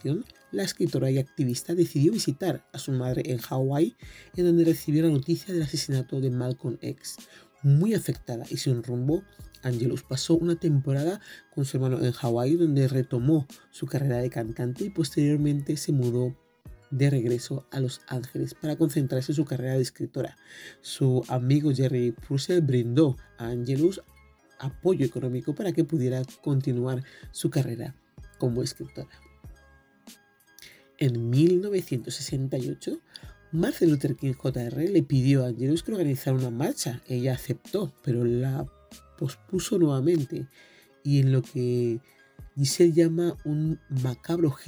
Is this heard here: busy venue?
no